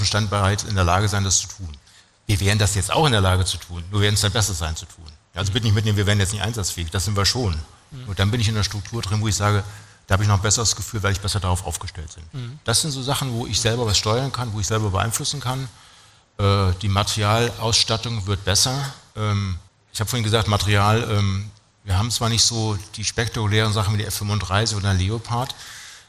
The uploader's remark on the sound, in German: Heute senden wir einen BVL Live-Podcast. Auf dem Deutschen Logistik Kongress in Berlin aufgenommen wurde.